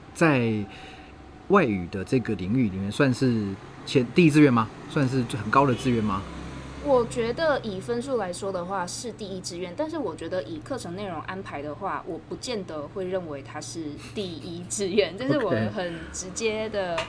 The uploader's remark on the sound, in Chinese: 流落街頭、戶外錄音QQ